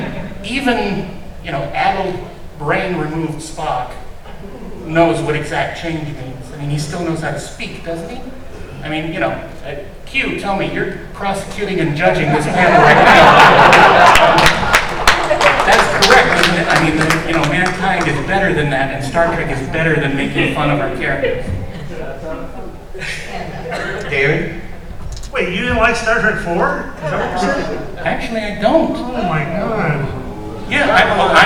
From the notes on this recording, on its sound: Panel discussion at Long Beach Comic Con (2017).